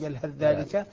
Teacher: تصبح الذال مشددة لأن الثاء تدخل فيها ذاتا وصفة · Term: إدغام كامل